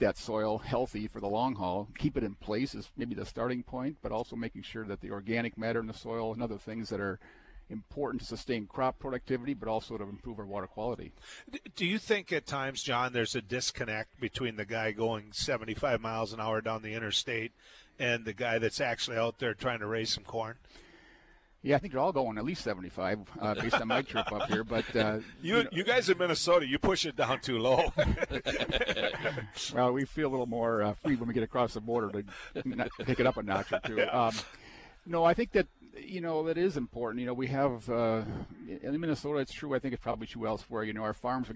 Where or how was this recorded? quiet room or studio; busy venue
busy venue